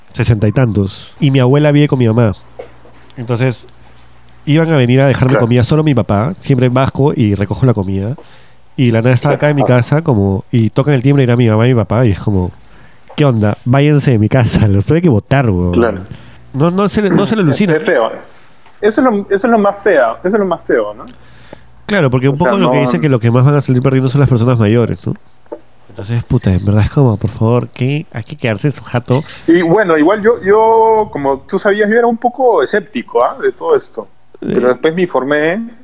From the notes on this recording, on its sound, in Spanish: Llamé por teléfono